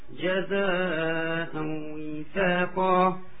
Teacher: في عندك إدغام بغنة تنوين مع الواو